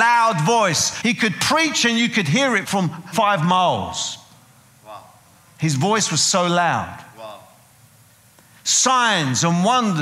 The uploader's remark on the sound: preaching at a CCF Ministries in Lowell